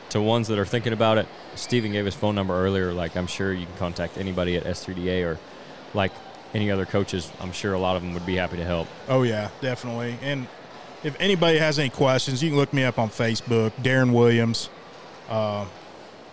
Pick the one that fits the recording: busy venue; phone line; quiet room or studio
busy venue